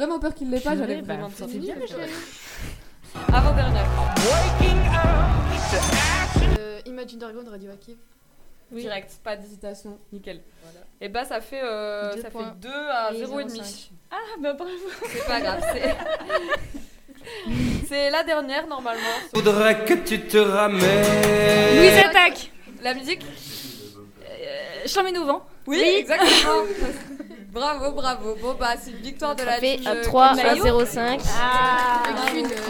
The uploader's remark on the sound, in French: A l'occasion, des portes ouvertes du lycée, nous avons enregistrer une émission un peu spécial.